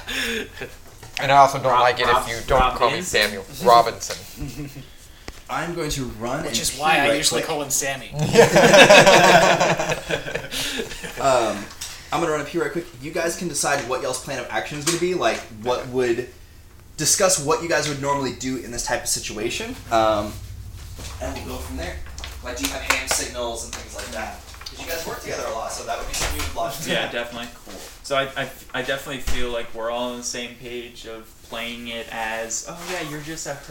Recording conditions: sounds in the background